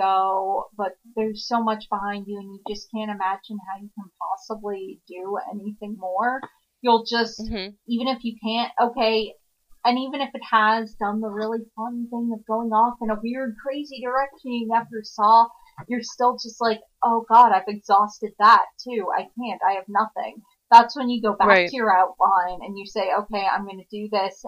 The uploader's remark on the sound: We had a few technical difficulties this week so please forgive the audio quality.